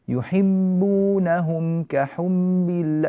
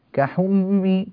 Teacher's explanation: يزيدون في زمن الباء مستعينين بالأنف والخيشوم، يحبونهم كحب الله، نسمع هذا كحمي، كأنهم يقولون كحمي وليس كحبي، مش بالباء، كأنهم أدخلوا ميما في وسط هذا النطق، هذا غير صحيح.